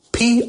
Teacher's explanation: If you stress on the final part of the word, produce, it becomes a verb. If you enunciate or stress on the first syllable of the word, it becomes a noun.